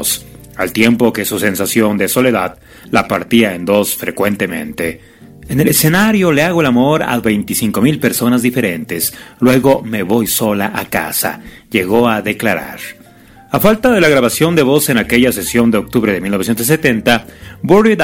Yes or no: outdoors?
no